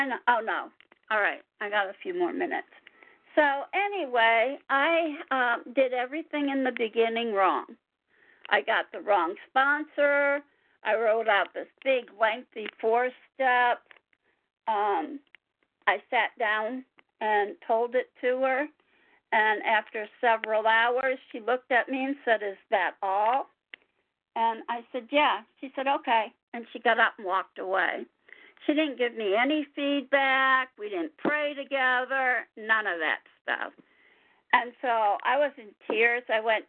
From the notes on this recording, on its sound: 100 Pounders Phone Meeting